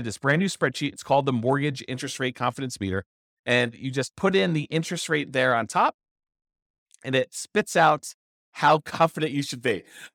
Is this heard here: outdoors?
no